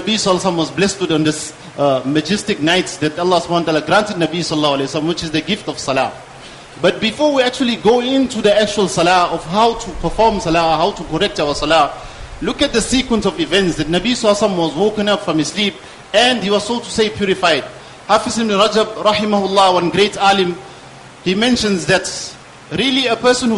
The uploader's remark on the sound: Jumuah lecture